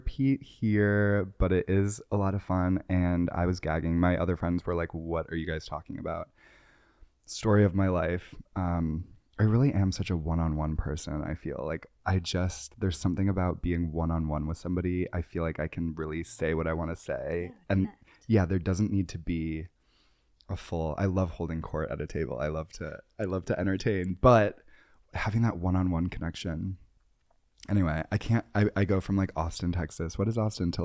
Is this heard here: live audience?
no